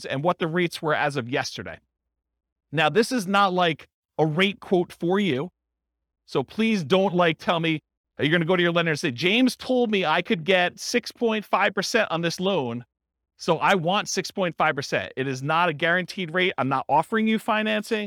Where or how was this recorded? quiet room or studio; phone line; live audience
live audience